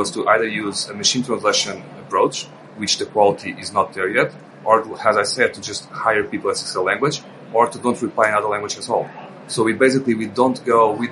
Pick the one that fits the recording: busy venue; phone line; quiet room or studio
busy venue